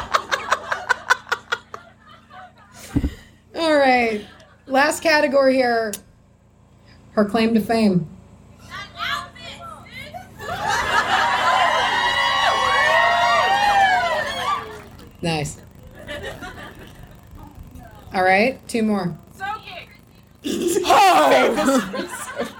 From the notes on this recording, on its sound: Pyromorphite and Pigeons LIVE at Anahata's Purpose '22. We're still on the road travelin' home from Pennsylvania, so we're releasing our live show from Anahata's Purpose!